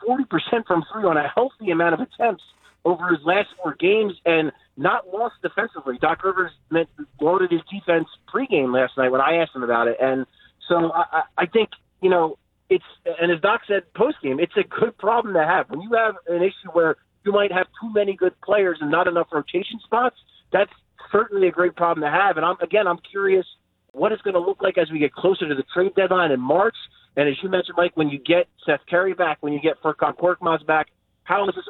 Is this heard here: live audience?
no